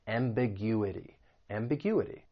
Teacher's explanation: The word has five syllables, and if you want to learn something about syllable stress, when the word ends in I-T-Y, the stress is going to be on the third to last syllable, that U